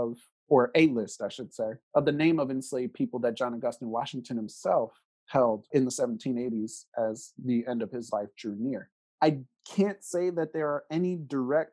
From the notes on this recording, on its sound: caught up with him over Zoom